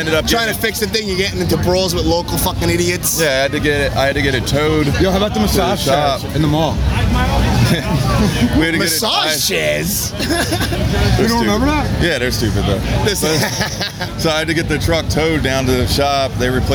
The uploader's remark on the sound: Recorded Live from The Electric Factory in Philadelphia at this year's This Is Hardcore Festival.